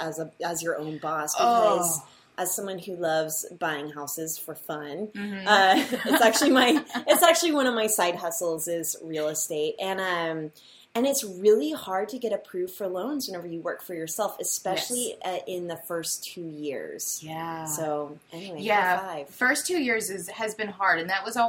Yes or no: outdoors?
no